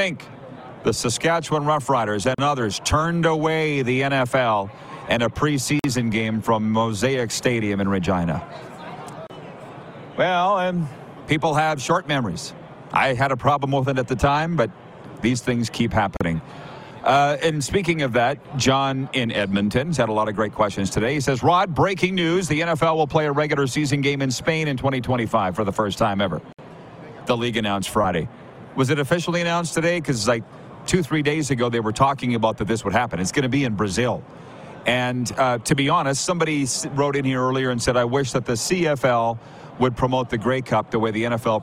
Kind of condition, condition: setting, busy venue